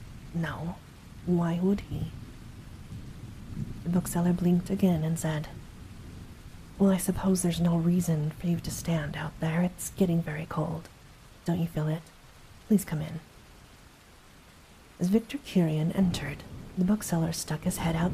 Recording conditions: sounds in the background